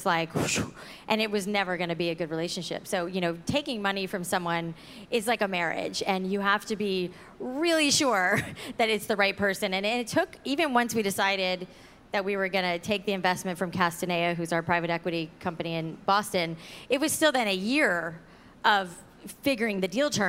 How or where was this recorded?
busy venue